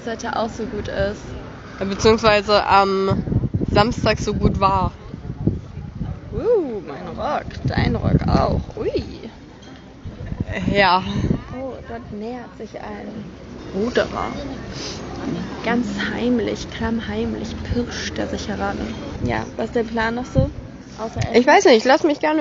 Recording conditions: background noise